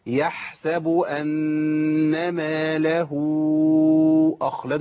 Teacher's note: الحاء هنا الحاء ايه؟ ساكنه. يبقى يبان فيها الصوت اللي بيمشي